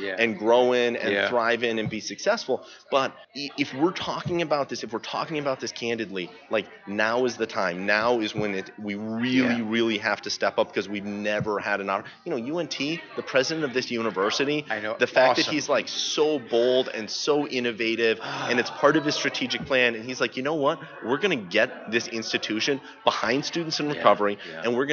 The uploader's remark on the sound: At The 3rd Annual North Texas Recovery Conference 2015